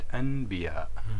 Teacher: الإقلاب هو إقلاب النون الساكنة إلى ميم بسبب الباء